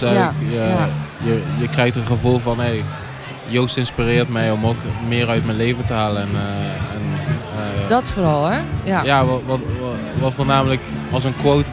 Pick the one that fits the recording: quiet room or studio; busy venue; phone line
busy venue